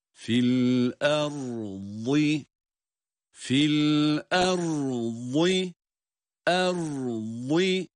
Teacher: ra harfinin cezim ile okunması tamamlanır tamamlanmaz araya boşluk vermeden vad harfini telaffuz ediyoruz